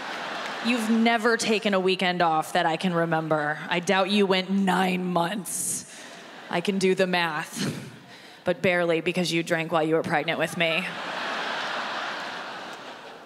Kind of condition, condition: setting, live audience